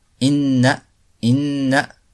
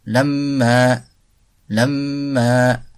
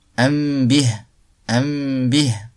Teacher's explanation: Donc définition, al-runna, la nasalisation, c'est un noun dissimulé qui sort du fond du nez, khayshoum.